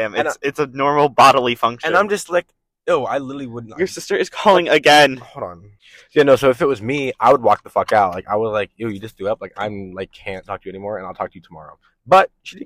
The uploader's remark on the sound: this was recorded in the car so it may not sound the best